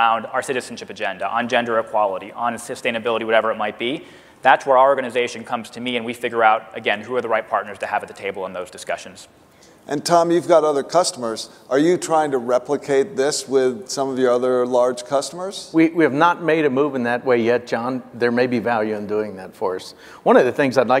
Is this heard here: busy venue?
yes